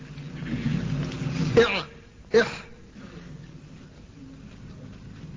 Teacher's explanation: وسط الحلق تخرج منه العين والحاء